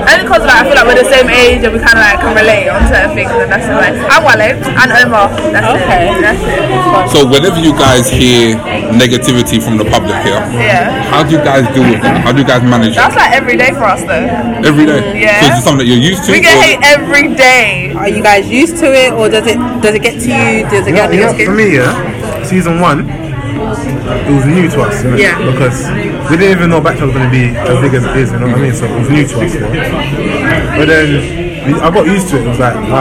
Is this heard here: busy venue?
yes